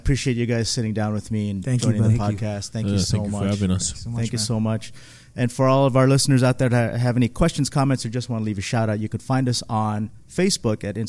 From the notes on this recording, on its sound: We chat backstage before a sold out crowd at The Aging Room in Long Beach, Ca.